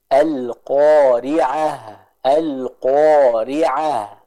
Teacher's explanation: Ya, terdengar dengan jelas aliran suara dan udara dari tak marbutoh tersebut. · Term: sifat hames